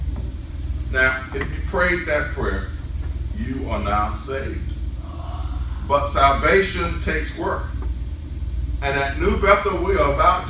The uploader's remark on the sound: New Bethel returns in-person worship. Sermon recorded live.